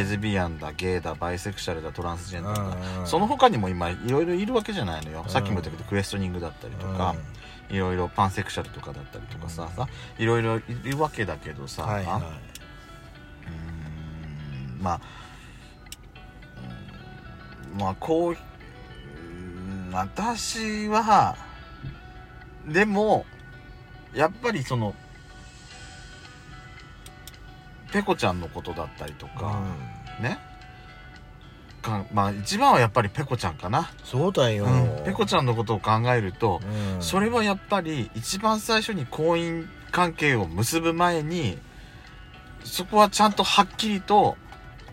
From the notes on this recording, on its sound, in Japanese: パーキング収録